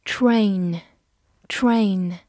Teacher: a i 字母组合发双元音 a。末尾还有一个鼻音